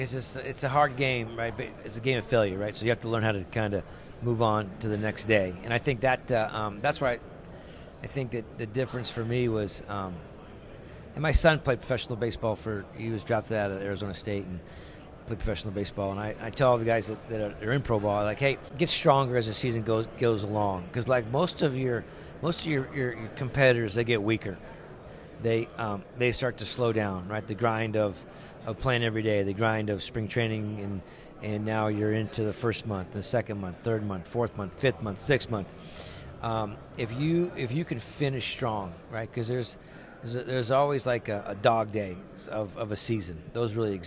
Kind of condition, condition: setting, busy venue